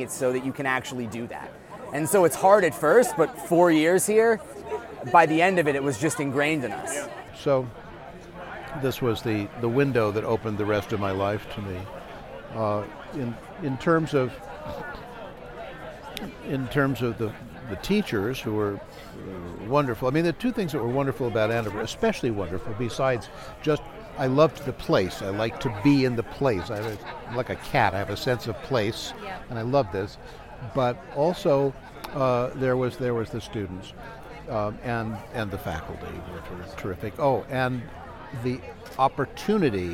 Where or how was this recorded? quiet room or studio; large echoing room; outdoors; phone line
outdoors